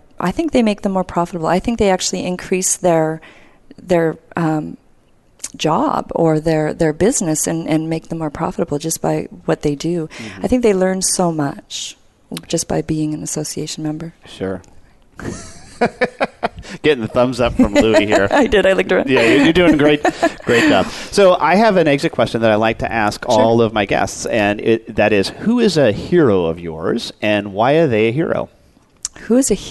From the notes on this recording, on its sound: Live Broadcast at the The IPBC IGNITE Conference.